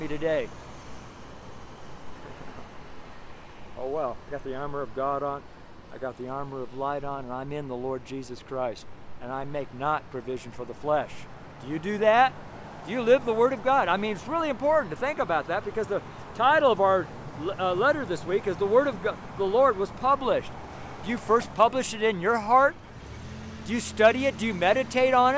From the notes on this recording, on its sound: STREET SERMON